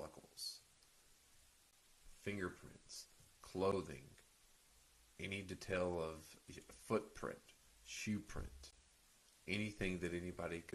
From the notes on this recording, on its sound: Despite the audio being low the show still continues.